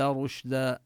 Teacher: الشين من حروف الهمس وهو حرف له صفة التفشي يعني ينتشر في الفم، هذا ينتشر النفس وصوت الشين يكون واضحا.